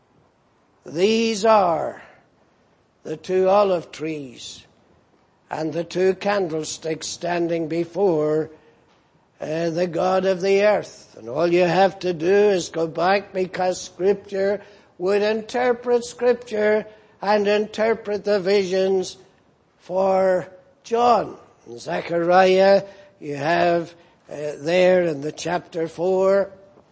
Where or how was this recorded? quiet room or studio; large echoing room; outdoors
large echoing room